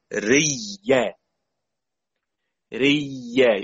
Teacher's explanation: إدغام ياء المد في الياء المتحركة فتصير ياء متحركة مشددة